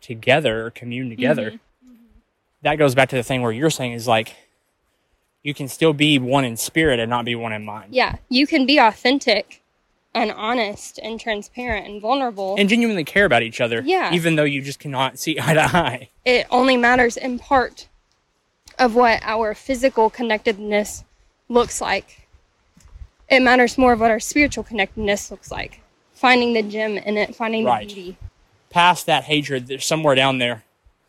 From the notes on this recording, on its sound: A conversation recorded while we were hiking. We pressed pause on life for a day to get away and pressed record as we walked through the woods and strung up a conversation that was too good not to capture.